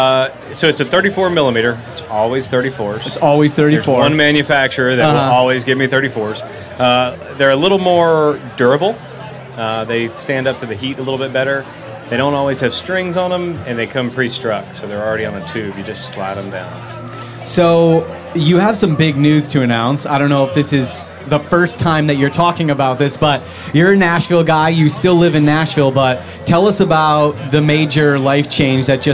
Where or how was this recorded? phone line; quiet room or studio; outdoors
outdoors